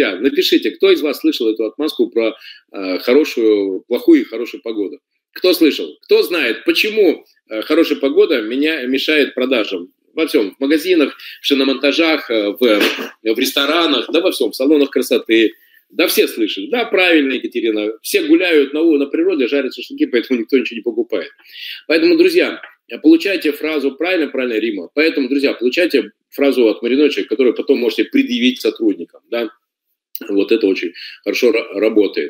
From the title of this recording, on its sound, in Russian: Запись вебинара